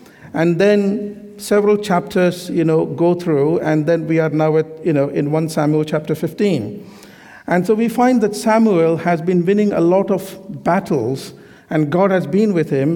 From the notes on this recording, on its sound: This sermon was recorded on Sunday 12th March 2023 at our Great Denham venue.